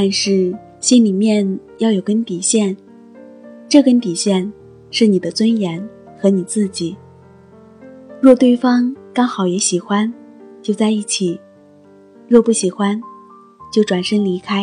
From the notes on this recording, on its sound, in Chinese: 手机录音。